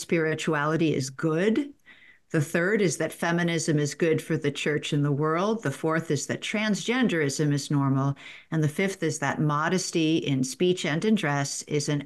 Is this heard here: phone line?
no